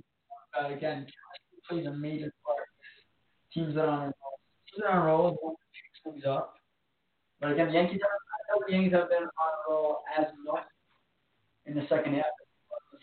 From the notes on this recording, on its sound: answering your phone calls